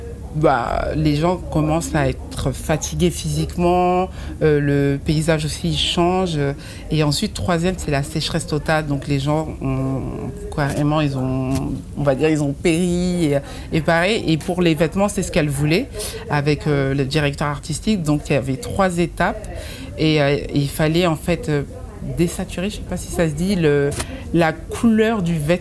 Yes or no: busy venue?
yes